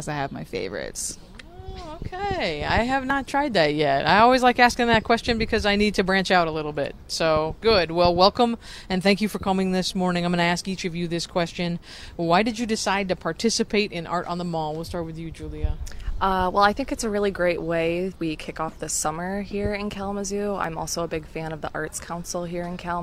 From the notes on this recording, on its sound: Creative Cafe LIVE from the Downtown Kalamazoo Mall for "Art On The Mall"!